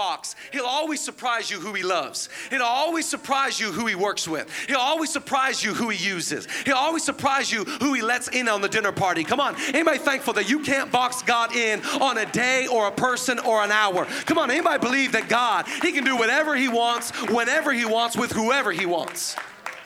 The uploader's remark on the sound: Zoe Church LA. Live from the El Rey Theater.